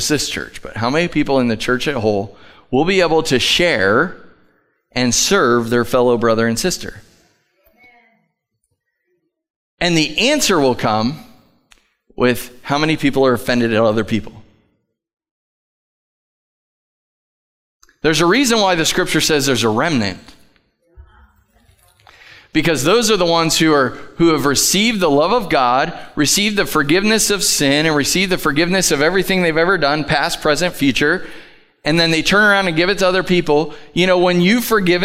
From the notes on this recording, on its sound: Live from The Summit Church in Dover, OH